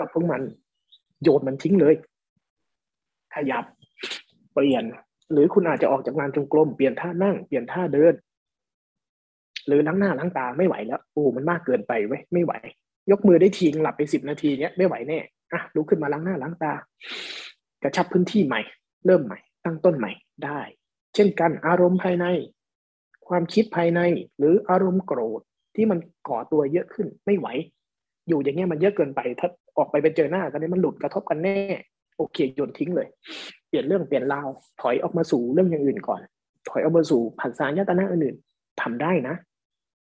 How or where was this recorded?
video call